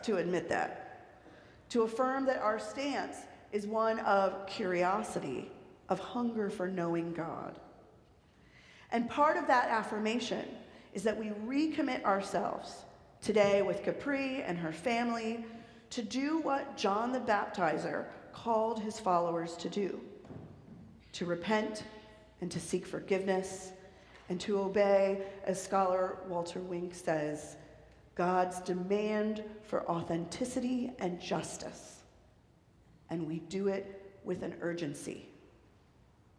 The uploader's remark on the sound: Recorded live at the 10:00am service on Sunday, January 7, 2024.